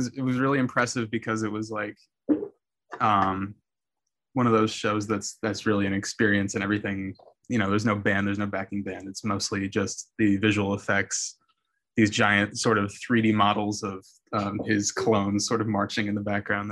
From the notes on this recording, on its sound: sit down over Zoom to chat